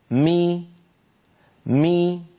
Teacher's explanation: ولما يقول القائل مي مي، فبتباعد الشفتين خرجت الميم وبانخفاض الفك السفلي قليلا وارتفاع وسط اللسان قليلا خرجت كسرة الميم